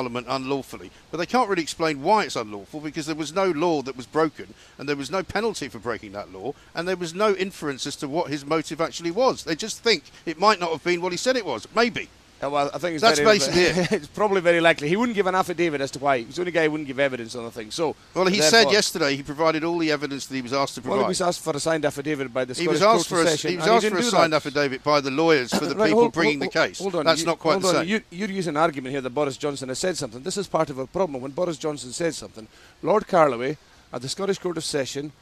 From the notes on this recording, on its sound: live from College Green